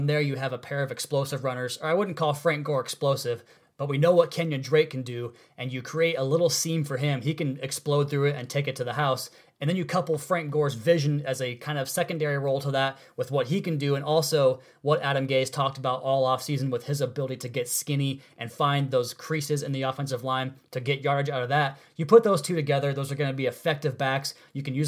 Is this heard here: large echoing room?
no